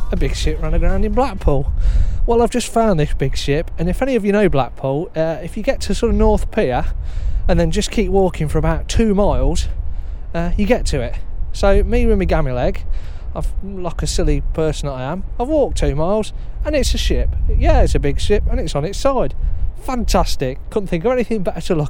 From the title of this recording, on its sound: Live from Blackpool